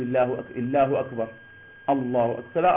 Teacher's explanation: وينبغي تفخيم اللام من لفظ الجلالة وتفخيم الراء من أكبر